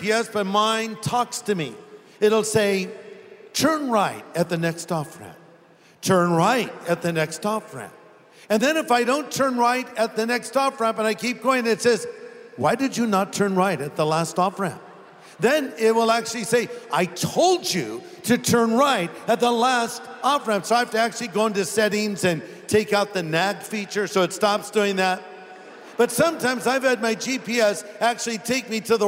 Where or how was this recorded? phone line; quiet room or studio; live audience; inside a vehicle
live audience